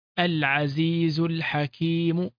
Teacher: فلدينا هنا همزة الوصل. عندما قرنا كلمة العزيز بالحكيم سقطت كما تقدم في مثل هذه الحالات.